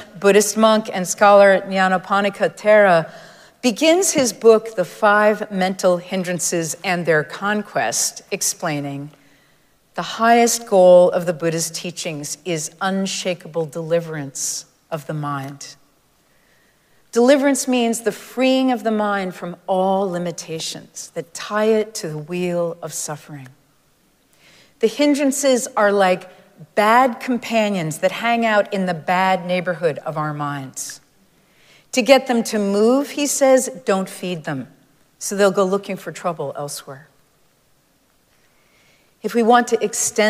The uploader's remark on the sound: Recorded live at Arlington Street Church.